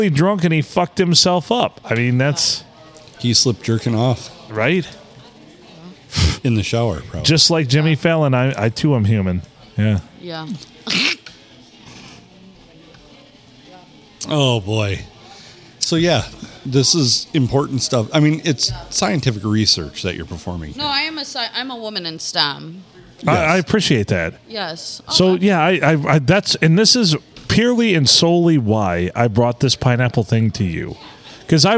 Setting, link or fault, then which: setting, busy venue